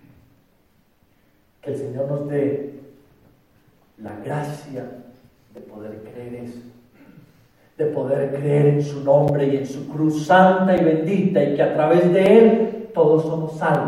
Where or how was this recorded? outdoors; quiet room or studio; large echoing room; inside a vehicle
large echoing room